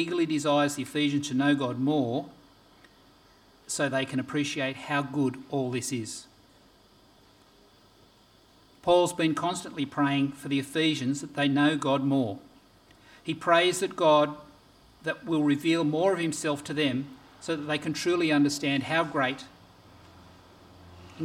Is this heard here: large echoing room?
yes